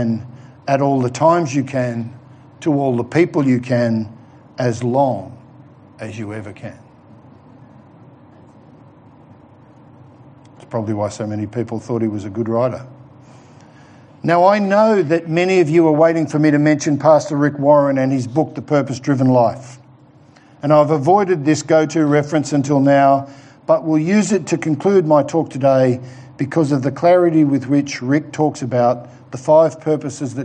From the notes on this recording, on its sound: given at The Rock Christian Church in the morning service on Sunday 18th October 2020